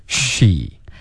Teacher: 这个 sh 的音不是虚也不是西是嘘开头要嘟嘴进入到一嘴唇分开